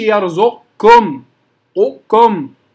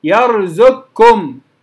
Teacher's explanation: القاف لما تدغم في الكاف لا يبقى من القاف شيء · Shown in: second take · Term: كاف مشددة